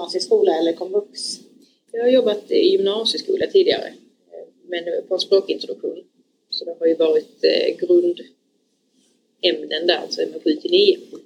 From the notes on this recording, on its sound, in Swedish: Vi ber om ursäkt för ljudkvalitén, vi lärde oss efter denna inspelningsdagen att man både ska sitta närmare mikrofonen och inte minst välja ett rum utan brus från ventilationen.